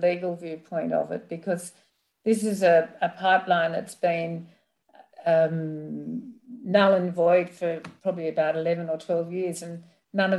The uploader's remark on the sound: This event was held via Zoom on Wednesday 3 November, 2021.